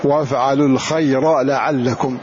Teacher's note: اظهر هذه الراء واظهر حركتها واظهر اللام بعدها ولا تضغم الراء في هذه اللام